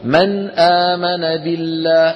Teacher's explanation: لا يقال من غير غنة، وإن كان مرادهم من غير غنة طويلة هذا مرادهم، لكن الأولى أن يقال من غير زيادة في الغنة، لأن النون فيها غنة لكننا لا نطولها عندما نظهر · Term: الإظهار